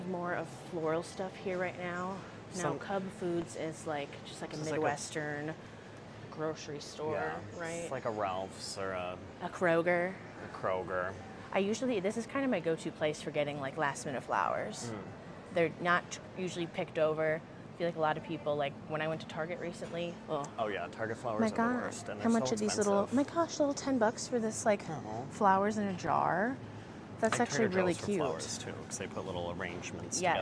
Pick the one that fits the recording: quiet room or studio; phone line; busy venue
busy venue